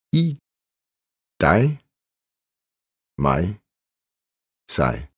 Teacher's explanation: Husk I med diftong. IG er lige med ej.